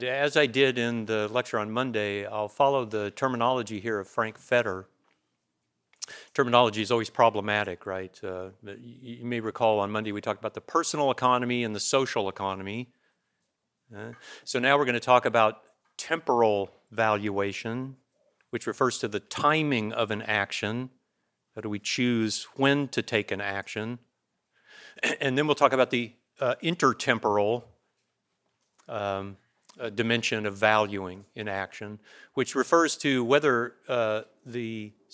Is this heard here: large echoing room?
yes